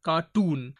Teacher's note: If I speak the word cartoon, so here C-A-R-T-O-O-N, cartoon. So tune is the word which is given stress.